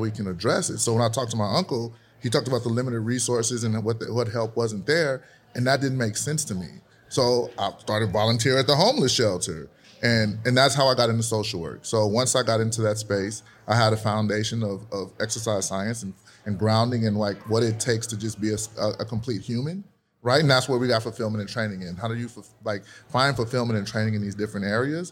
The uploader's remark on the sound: Today's show features a LIVE recording of the I Needed That Podcast at the lululemon store in Scottsdale's Fashion Square Mall. We set up our recording studio at lululemon and it was so much fun!